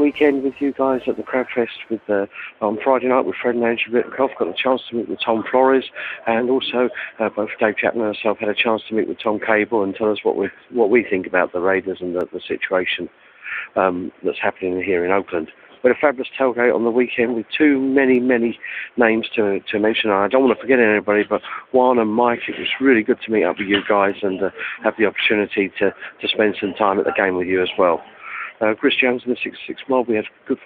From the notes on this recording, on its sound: Raider Nation “Boneline” Call-in Segment